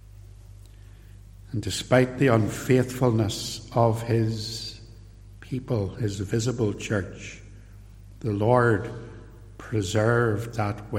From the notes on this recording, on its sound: This sermon was preached at Ballymacashon and at Templepatrick reformed Church and was recorded at TRC.